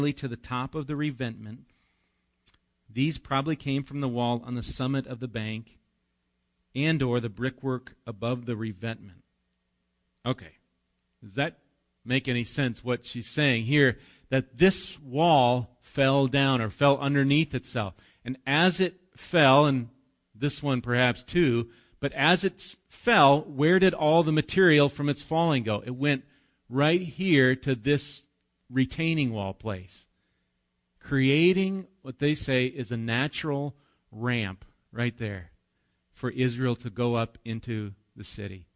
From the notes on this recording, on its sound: Recorded live at Bethany Bible Church on 4/7/19